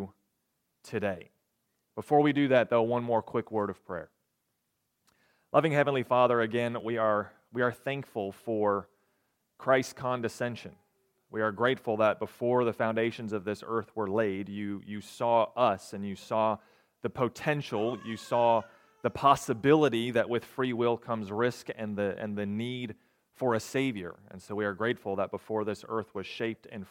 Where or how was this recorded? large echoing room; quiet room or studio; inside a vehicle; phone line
large echoing room